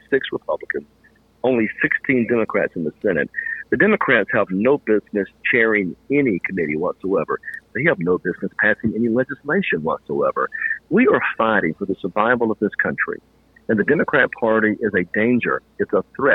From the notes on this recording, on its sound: took the time tonight to call in for a no-holds barred, uncensored interview with me